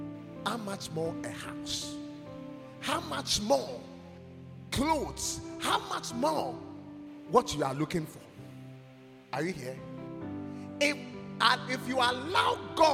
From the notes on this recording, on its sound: preached at God's Haven Ministries, The Purpose Assembly on Sunday 17th September, 2023.